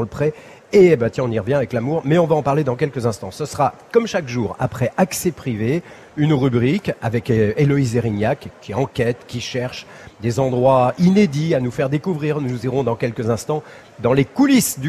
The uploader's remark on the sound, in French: en direct de la Foire de Paris